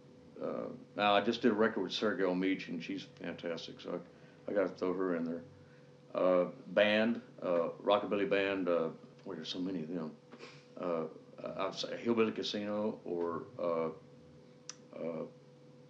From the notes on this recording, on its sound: interviewed prior to his performance at The Cluny